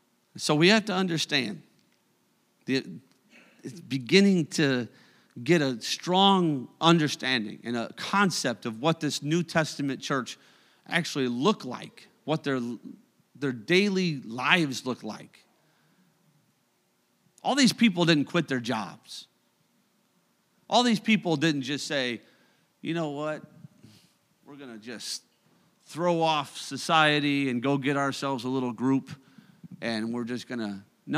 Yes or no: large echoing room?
yes